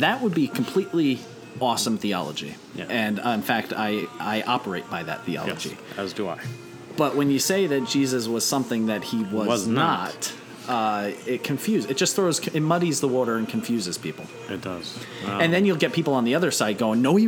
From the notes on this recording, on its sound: This episode was recorded at The Barrel House Restaurant in Newton, NJ. This episode was recorded at The Barrel House Restaurant in Newton, NJ.